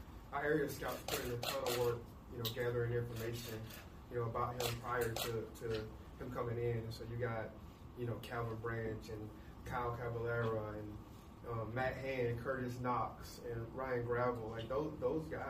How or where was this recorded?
busy venue